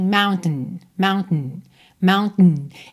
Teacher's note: Existem algumas pronúncias que, na verdade, passam do T direto para o N.